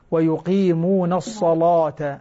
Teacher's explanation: ويقيمون الصلاة، اللام هنا مغلظة لورش · Term: تغليظ اللام